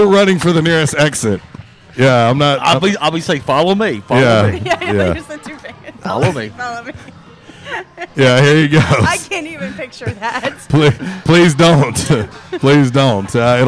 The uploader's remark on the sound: LIVE at J’Town’s Grill. RWRC Radio on 95.3 The Ticket/AM-970, Ritter Communications Tubetown 21!